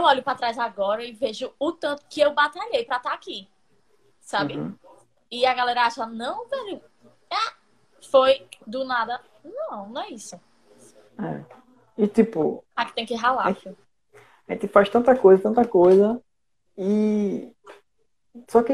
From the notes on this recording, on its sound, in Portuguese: Este episódio surgiu de uma Live no instagram